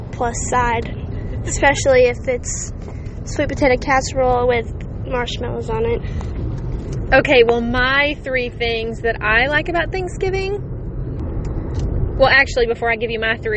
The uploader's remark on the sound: completely unedited and recorded from the car